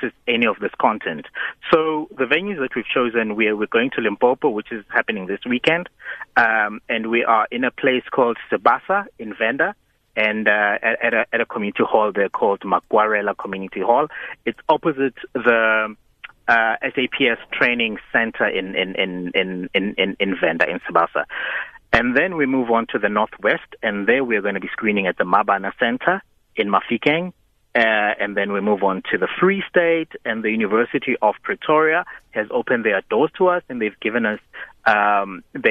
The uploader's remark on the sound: joined on the line